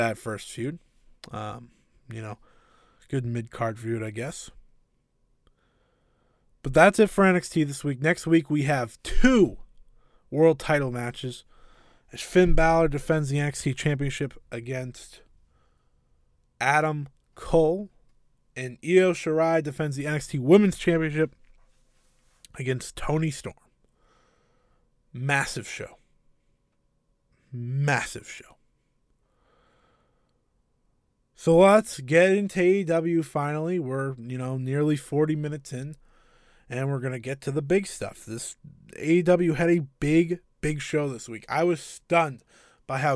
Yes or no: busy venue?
no